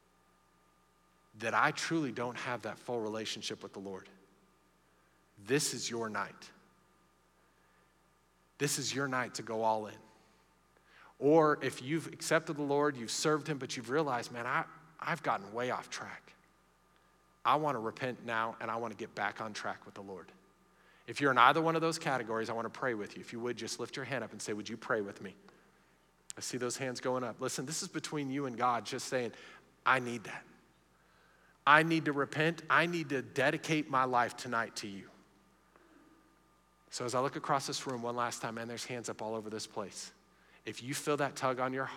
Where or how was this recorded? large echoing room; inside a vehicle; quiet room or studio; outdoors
large echoing room